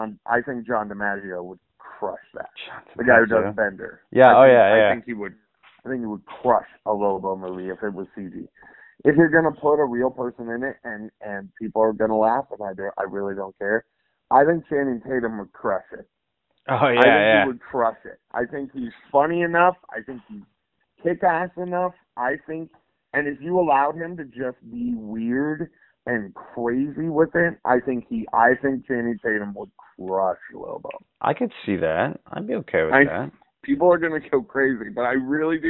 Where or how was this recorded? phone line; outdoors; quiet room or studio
phone line